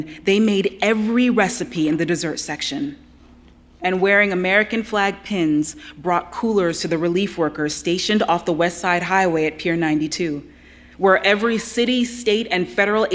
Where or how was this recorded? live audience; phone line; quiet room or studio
live audience